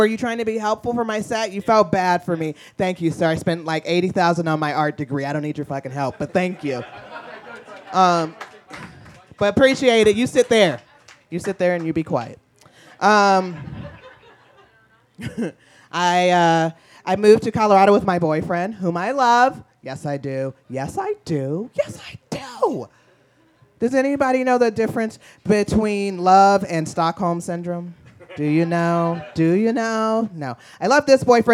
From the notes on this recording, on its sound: Its "A Very Mostly Harmless Birthday Celebration" Live Talk Show! The chat is followed by a short game of Mad Libs!